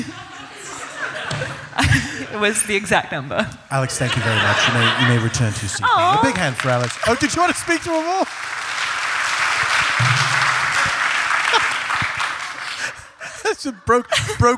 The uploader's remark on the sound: A special traveling edition of The Dead Authors Podcast. Recorded Live at San Francisco Sketchfest, San Francisco, CA.